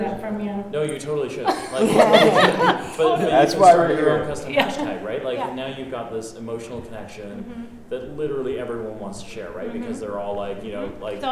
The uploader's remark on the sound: Live to Tape from the 2018 Global Pet Expo in Orlando, Florida March 22, 2018